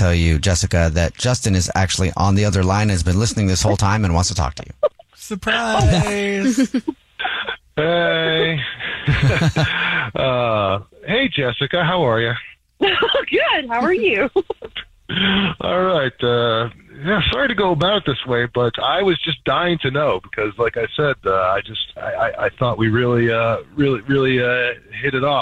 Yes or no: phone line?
yes